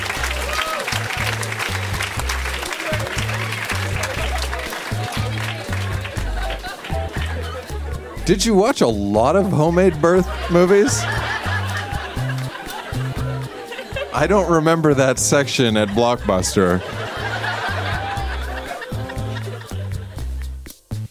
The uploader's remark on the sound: Recorded live at Yuk Yuk's in Ottawa.